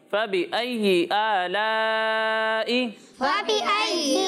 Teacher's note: تو اسے فقط ایک الف کے برابر کھینچنا ہے اور اسے دو یا پھر ڈھائی الف کے برابر کھینچ کر پڑھنا ہے، یعنی فبی آلائی۔ اچھا، آئی میں جھٹکا نہیں دینا